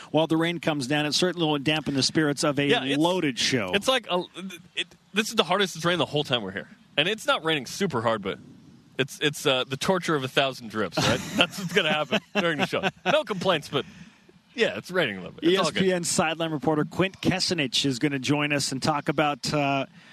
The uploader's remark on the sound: Live from Aloha Stadium. It is Bowl Game day.